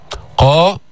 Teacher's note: ما تضم الشفتين. قا مفخمة بأعلى مراتب التفخيم. قا مفتوحة بعدها ألف.